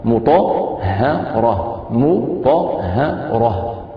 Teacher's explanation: الميم مرققة، طاء مفخمة، الهاء مرققة، راء مفخمة